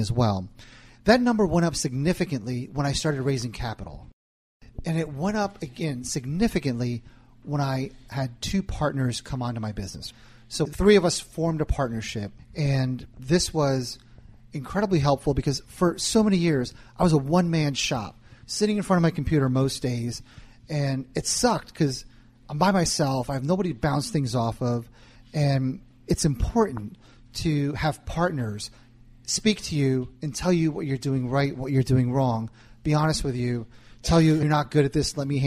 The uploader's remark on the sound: Cincinnati Meetup Podcast. Today’s episode is the audio from our September Cincinnati Meetup.